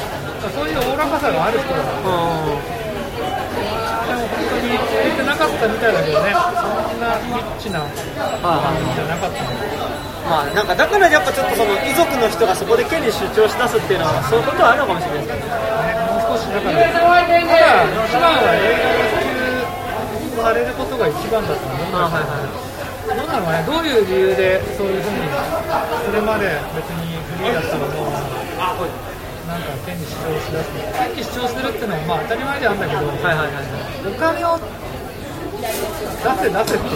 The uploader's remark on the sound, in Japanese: 居酒屋での録音のため雑音がかなり入っています